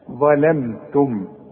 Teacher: الاول هفخم الظ ولازم اطلع لساني فيها، لكن اللام والميم وبقيه الكلمه ارققها، ظلمتم، اوعى تقول لي ظلمتم، ظلم ظلم لا ظلم، إنكم ظلمتم، والتاء والميم مرققين.